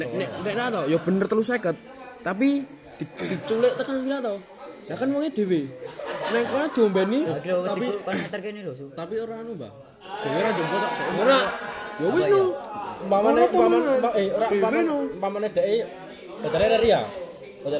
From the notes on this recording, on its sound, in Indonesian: Mohon Maaf kalau audio-nya kresek - kresek